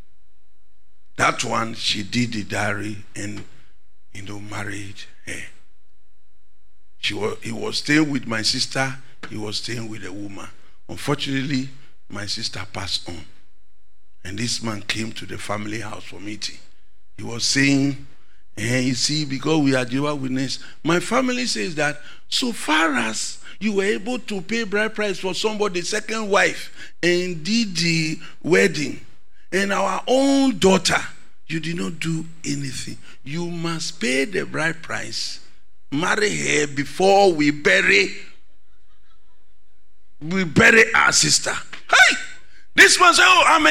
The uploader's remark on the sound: Sermon preached at CBC Shiashie Campus